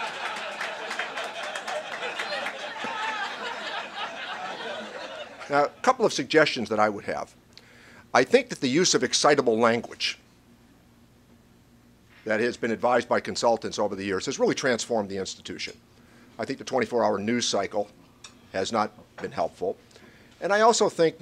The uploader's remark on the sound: WASHINGTON, DC. Appeared together at a breakfast discussion.